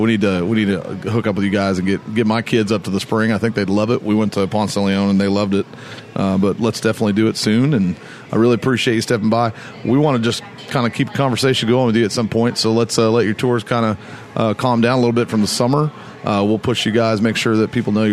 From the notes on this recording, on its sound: Today's show taped live at Sunrise Coffee and the 30A Store in Gulf Place.